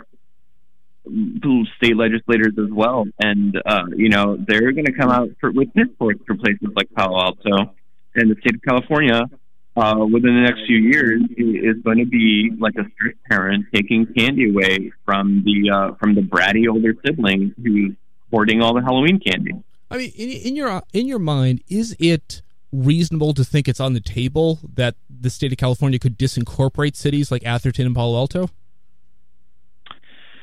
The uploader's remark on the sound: via a telephone submerged in molasses, sorry listeners